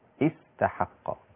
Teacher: فيصير النطق بداية بهمزة الوصل بالكسر استحق. أما في رواية ابن كثير وغيره باقي الرواه كيف نبدأ بها؟